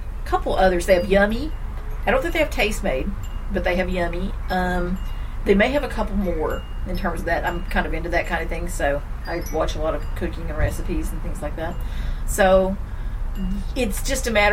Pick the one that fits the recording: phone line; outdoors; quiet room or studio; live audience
outdoors